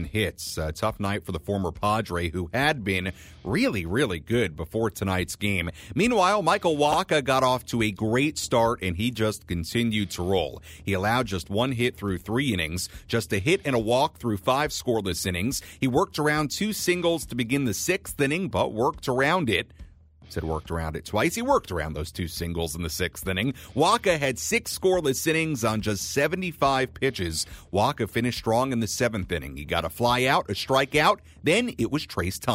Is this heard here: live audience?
no